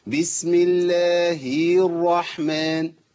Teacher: صلة الهاء في اسم الجلالة بياء